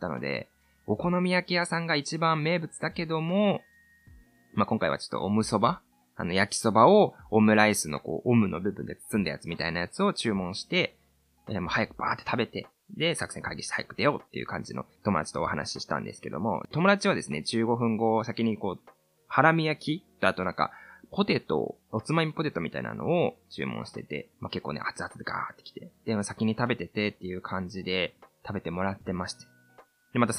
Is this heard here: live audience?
no